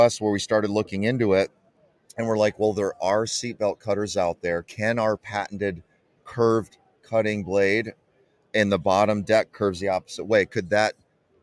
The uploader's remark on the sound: Live from ICast '23